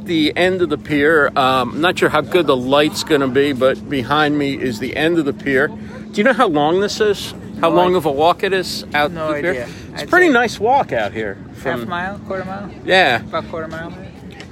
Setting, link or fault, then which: setting, outdoors